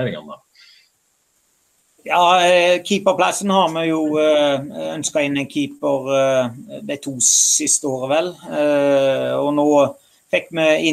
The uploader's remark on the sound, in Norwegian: tatt opp på videosamtale - koronastyle.